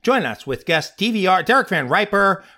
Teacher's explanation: So he'll start high and then he'll go real low.